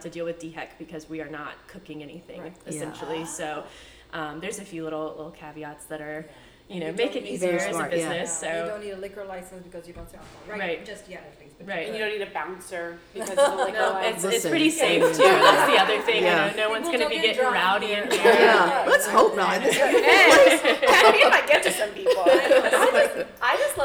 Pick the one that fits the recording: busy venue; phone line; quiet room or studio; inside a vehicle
busy venue